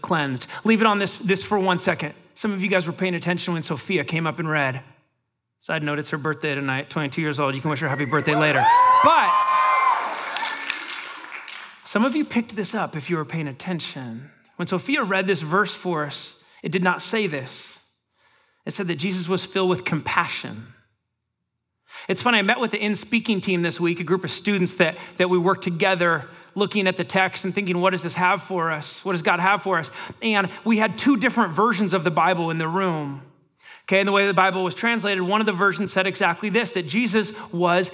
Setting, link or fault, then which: setting, live audience